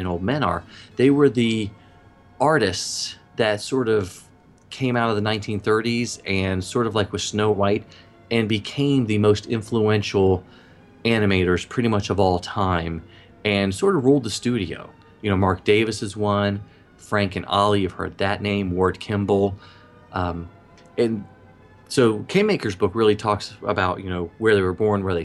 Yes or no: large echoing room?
no